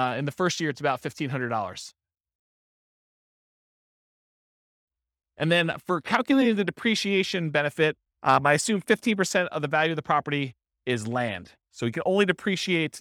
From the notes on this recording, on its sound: This was a live class recorded